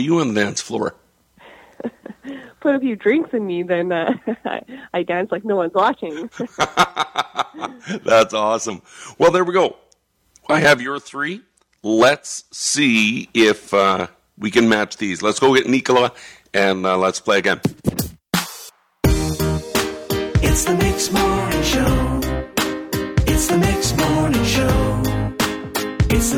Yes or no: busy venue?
no